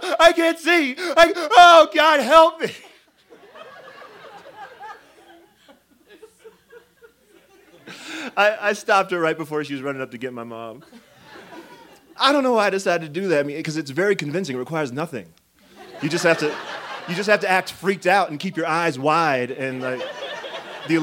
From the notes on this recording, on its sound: This story was recorded live on 18 October 2017 at Buntport Theater in Denver, Colorado.